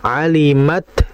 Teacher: Ta itu kan sifatnya hames, dan hamesnya dia itu syiddah, terputus. Jadi jangan kita seakan-akan mengalirkan ta hamesnya. · Term: huruf ta sukun